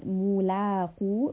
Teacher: Qaf is a heavy sound, and there are also rounded lips because of the dhamma.